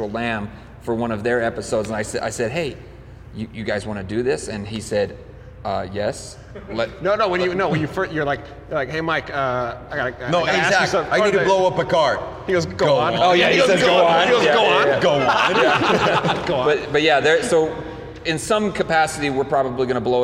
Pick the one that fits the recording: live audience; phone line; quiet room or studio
live audience